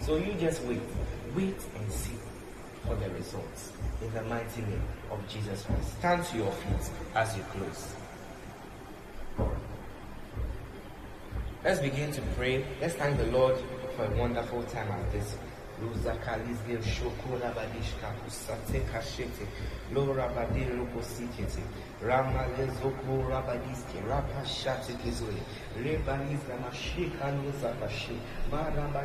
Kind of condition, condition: setting, large echoing room